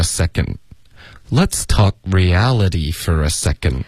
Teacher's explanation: 然后后面 for a,我们会弱读 for,发成 fur